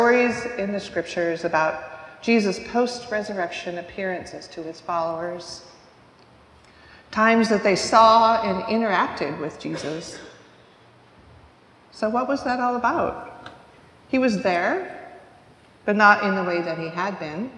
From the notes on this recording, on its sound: recorded live at the 10:00am service on Ascension Sunday, May 21st, 2023.